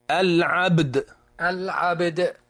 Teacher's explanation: الباء مقلقلة والدال مقلقلة · Term: القلقلة